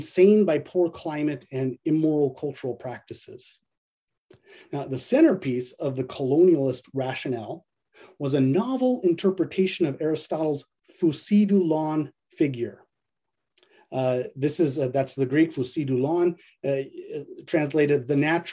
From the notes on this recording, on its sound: A webinar lecture.